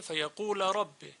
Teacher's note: فیقول، چرا؟ چون لام مفتوحه، ما قبلش هم واو مدی و ساکنه، ادغام نمیشه